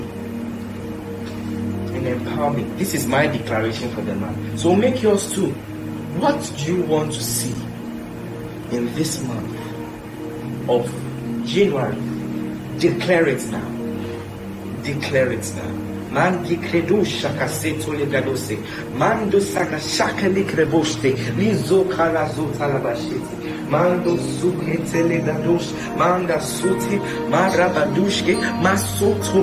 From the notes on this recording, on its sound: Preached at The Midweek Service, LIVE at the Love Arena Church, Accra - Ghana.